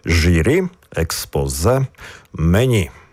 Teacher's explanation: У запозиченнях з французької мови також акцентуємо останній склад · Term: наголос на останній склад